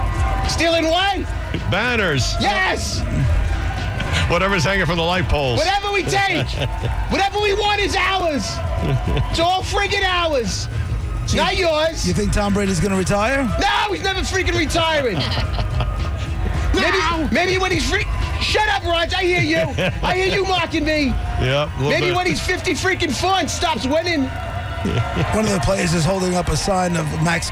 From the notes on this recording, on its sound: LIVE from the Pats Victory Parade.